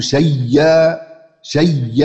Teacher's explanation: هذا النقل، نقلت حركة الهمز إلى الياء الساكنة قبلها وأصبحت الهمزة بدون حركة فسقطت، ولم يكن شيء، أو أبدلت الهمزة ياء ثم أدغمت الياء الأولى في الثانية فبقت مشددة